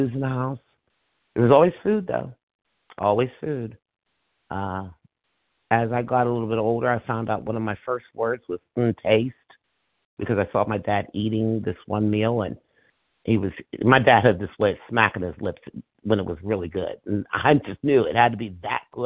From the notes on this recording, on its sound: from the 100 Pounders Phone Meeting